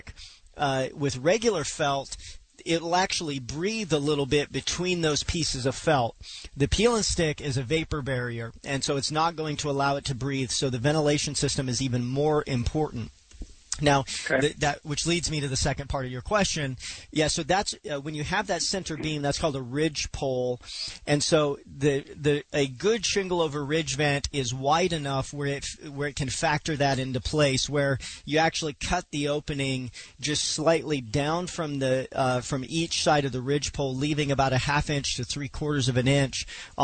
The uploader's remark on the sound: Takes your calls live from the Home & Patio Show.